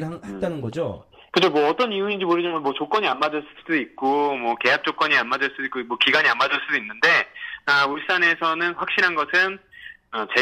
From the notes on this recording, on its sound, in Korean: 울산 관계자와 신속한 전화연결